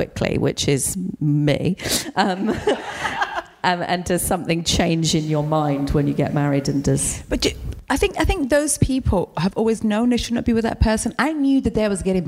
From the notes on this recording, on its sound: What a live show it was, socially distanced with a live audience and streamed over the internet as part of the London Podcast Festival at Kings Place in London.